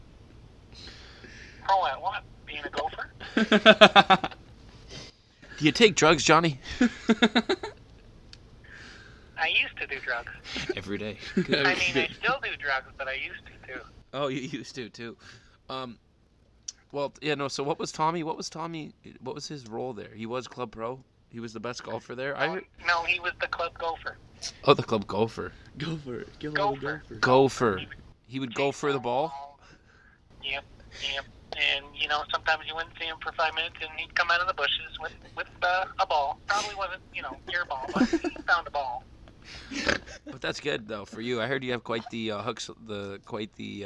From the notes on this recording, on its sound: joined over the phone